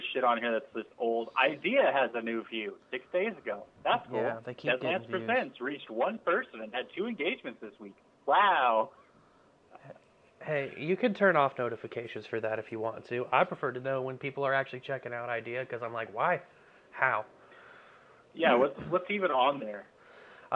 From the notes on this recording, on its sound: still talk to one another over the phone